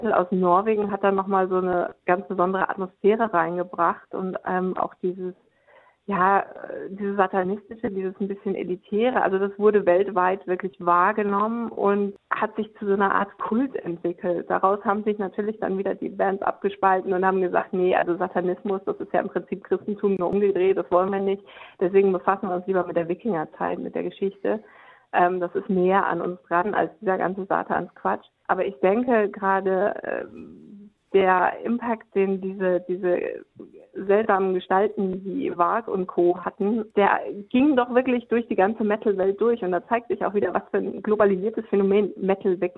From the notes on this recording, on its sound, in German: stand uns im Telefoninterview Rede und Antwort.